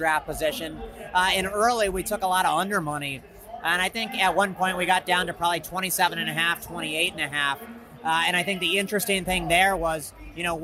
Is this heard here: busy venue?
yes